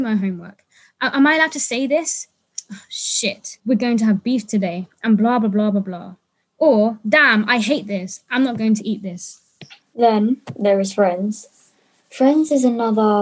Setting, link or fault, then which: link, video call